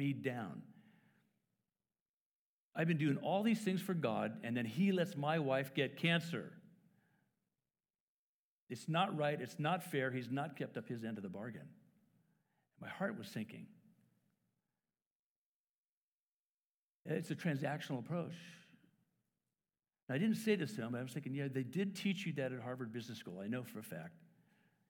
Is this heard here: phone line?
no